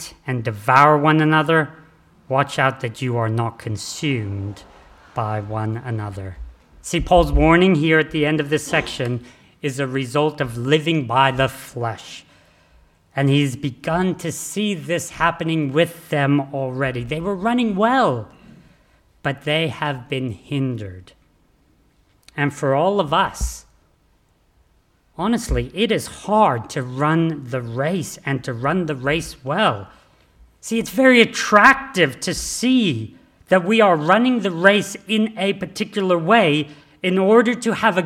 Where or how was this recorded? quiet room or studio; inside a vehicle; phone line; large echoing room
large echoing room